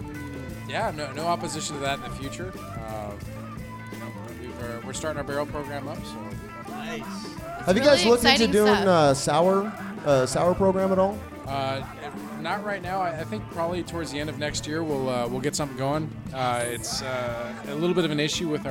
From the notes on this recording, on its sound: Live from 8one8 Brewing Company in California’s world famous “the Valley.” Succeed in stumping some of the patrons of 8one8 on their knowledge of famous breweries and beer.